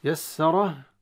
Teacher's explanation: يسره طبعا الراء مفخمة كالعادة لأنها مفتوحة